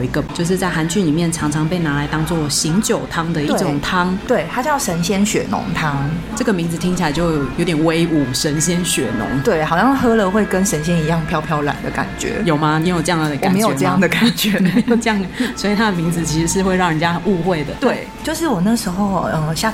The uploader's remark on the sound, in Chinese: 錄音地點： Tenshima 天島咖啡。本集白噪音指數：蚊風級 1/5。